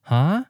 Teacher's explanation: they have a special higher than normal rising pitch · Term: ninth tone